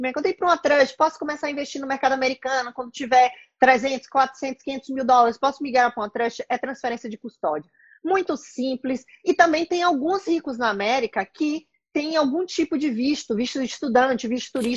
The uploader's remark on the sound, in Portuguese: Áudio de uma entrevista (live) realizada no Instagram